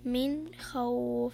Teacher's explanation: الحكم إظهار نون ساكنة أتى بعد حرف الخاء، والخاء من حروف الإظهار، فتقرأ من خوف مثل ما قرأت الآن.